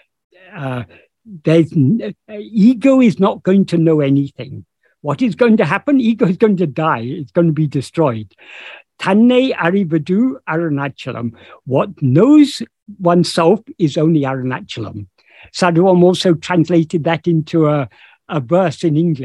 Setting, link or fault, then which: link, video call